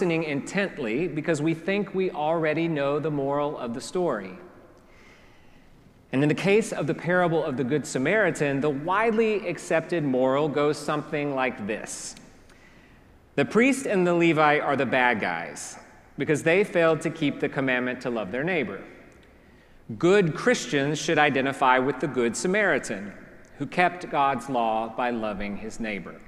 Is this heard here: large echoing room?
yes